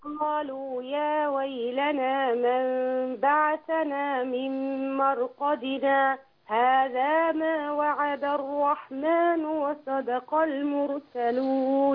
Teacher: هيبقى في فصل بين مرقدنا وهذا بس ما فيش نفس · Term: السكت